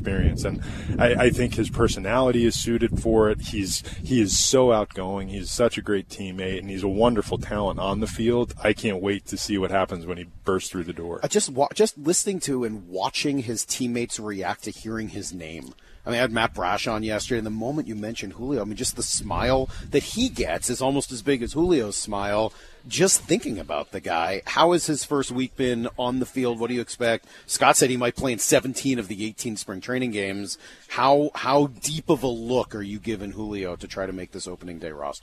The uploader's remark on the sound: live from spring training